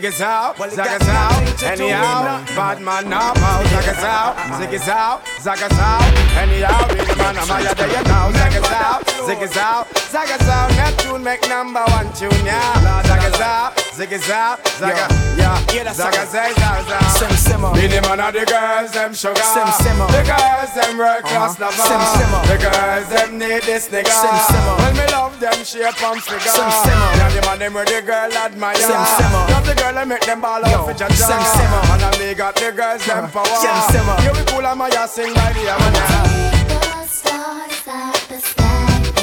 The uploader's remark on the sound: LIVE AUDIO CLIPS FROM FAYAH SUNDAYS HOLLYWOOD. SORRRY ABOUT THE SHORT CLIPS.